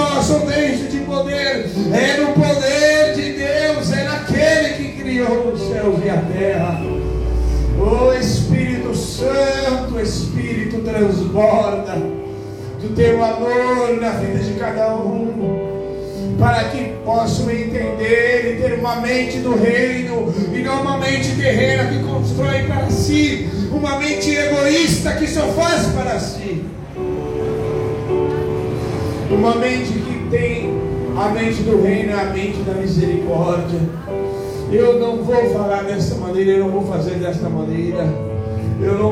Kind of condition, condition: setting, large echoing room